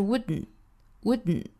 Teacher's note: 我们是听不到里面的这个 d 的发音的 · Term: 鼻爆音